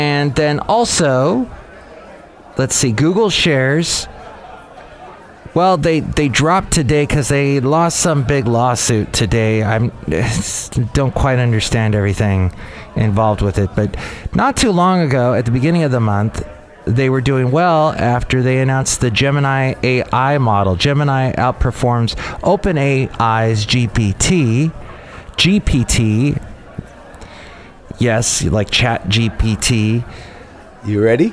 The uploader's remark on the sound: podcasts live from Café Anyway